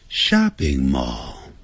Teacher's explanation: 这 shopping mall 这声音呢在 shopping 比较高， mall 那就比较低